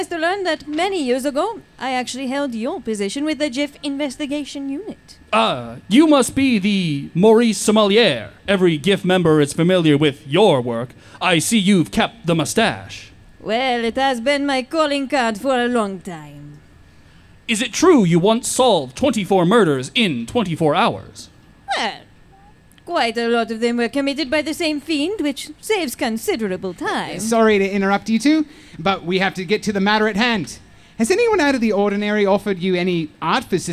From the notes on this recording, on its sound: Presented a special live episode at Dubuquefest.